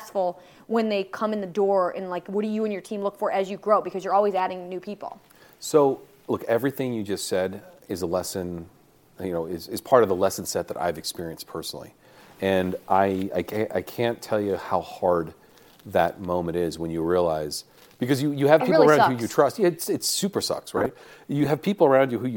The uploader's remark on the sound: live from MJBizCon in Las Vegas